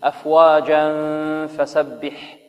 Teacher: وإذا وصلنا تنوين وبعده فاء ماذا؟ إخفاء، غنة، غنة